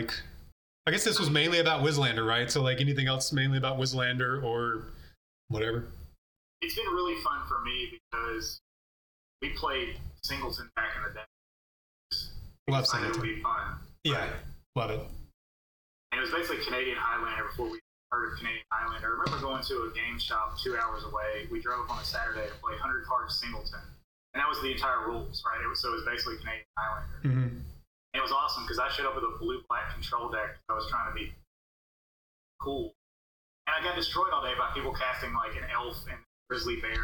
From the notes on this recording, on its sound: The audio quality is terrible